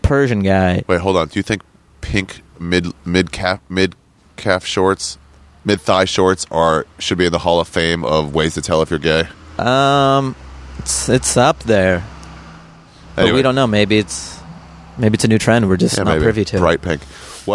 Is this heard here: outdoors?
yes